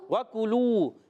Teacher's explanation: وکلو میں واؤ پر زبر ہے بغیر کھینچے ادا کریں گے، واؤ ہونٹوں کی گولائی سے واؤ ادا ہوتا ہے، واؤ کیا پڑھیں گے وکلو، کاف پر بھی ہونٹ گول